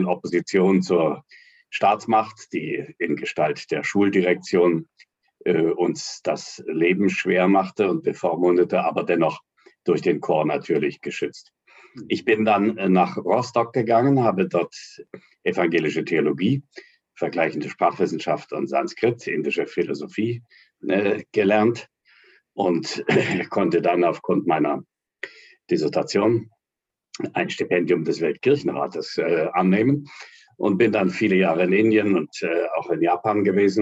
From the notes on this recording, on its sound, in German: Das Treffen erfolgte über Zoom